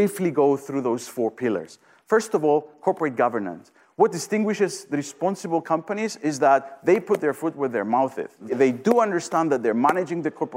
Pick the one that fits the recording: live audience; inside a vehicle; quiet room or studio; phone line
live audience